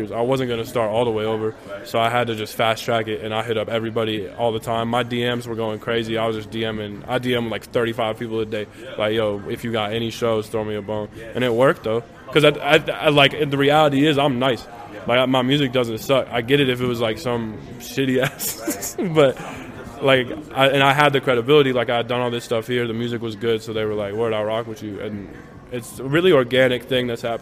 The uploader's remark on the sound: Recorded at South Sixth Bodega. Tucson.